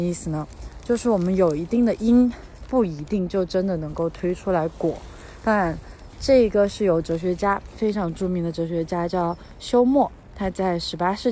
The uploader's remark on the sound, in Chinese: 在新冠肺炎刚刚出现时，是一边散步一边录制的。